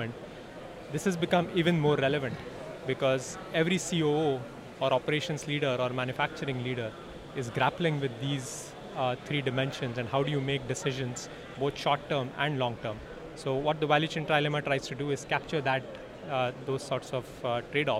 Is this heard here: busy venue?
yes